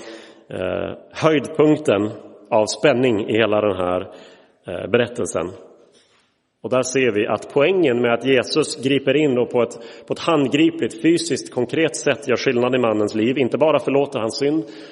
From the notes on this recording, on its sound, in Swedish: Inspelad i Roseniuskyrkan den 15 oktober 2023.